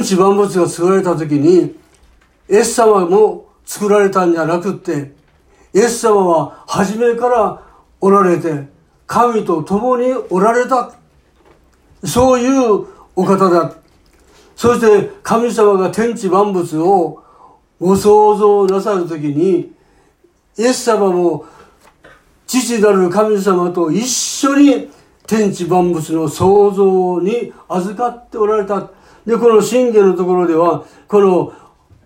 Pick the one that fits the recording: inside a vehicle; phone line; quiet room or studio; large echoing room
large echoing room